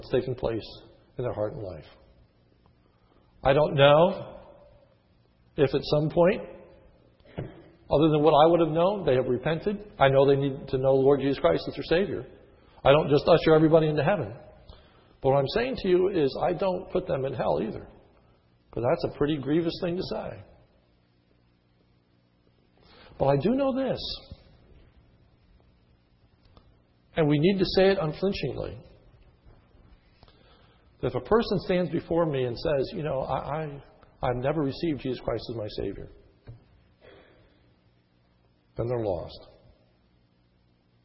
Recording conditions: large echoing room